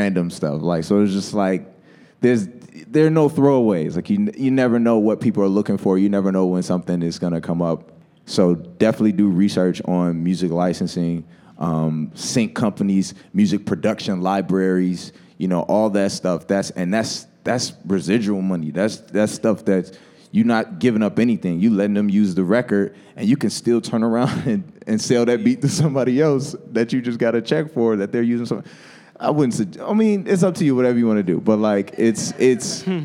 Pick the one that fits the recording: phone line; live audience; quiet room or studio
live audience